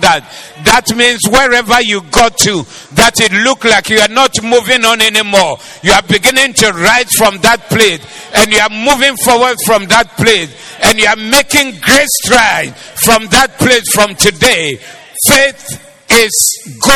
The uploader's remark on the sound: Preached at the Doxa Service